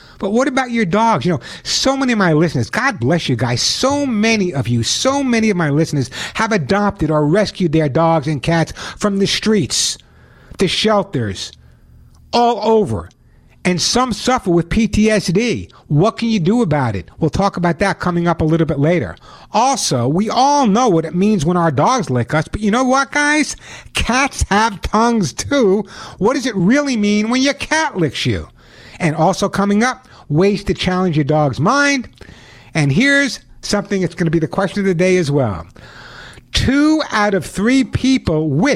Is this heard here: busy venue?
no